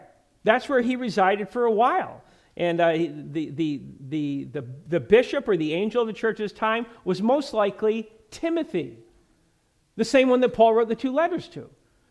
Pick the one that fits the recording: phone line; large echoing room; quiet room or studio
large echoing room